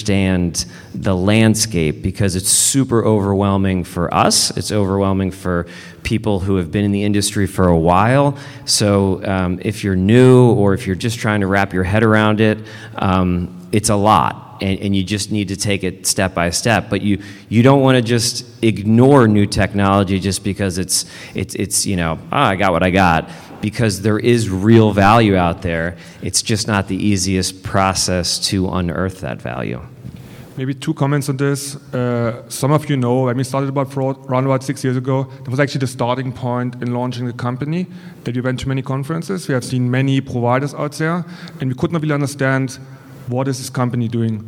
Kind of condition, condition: setting, live audience